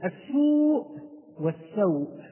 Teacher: السوء السين مضمومة والواو ساكنة، فكان هو مد، فقمنا بمده أربع حركات أو خمس حركات أو ست حركات إن وقفنا عليها، وكنا نقرأ بالتوسط. · Term: حرف المد